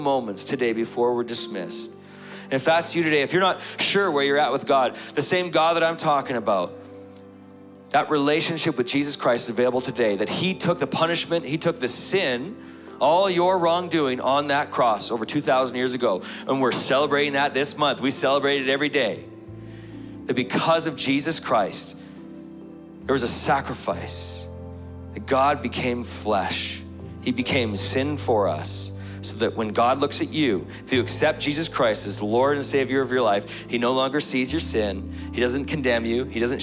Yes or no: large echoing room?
yes